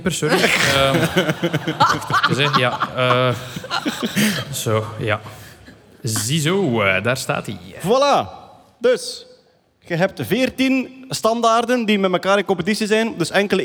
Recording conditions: live audience